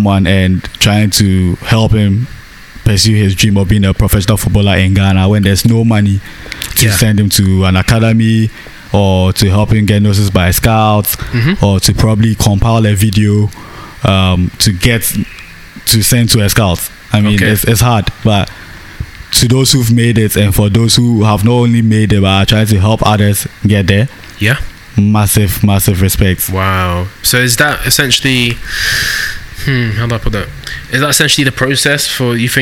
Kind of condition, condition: setting, outdoors